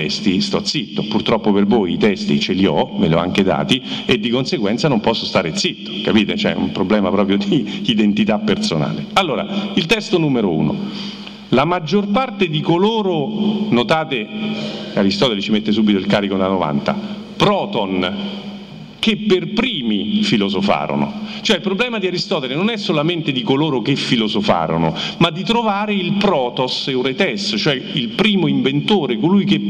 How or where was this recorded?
busy venue